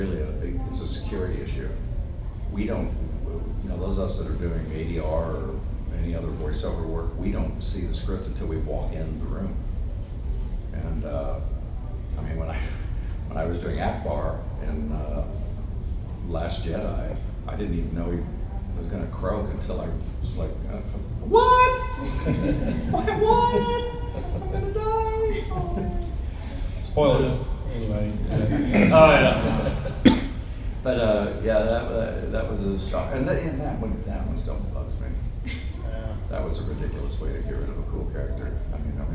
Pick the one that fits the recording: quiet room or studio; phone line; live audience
live audience